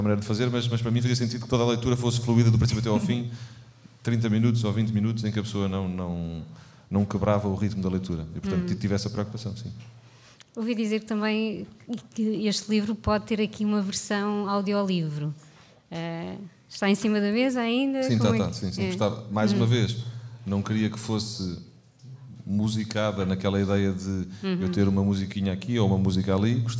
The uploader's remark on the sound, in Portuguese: episódio ao vivo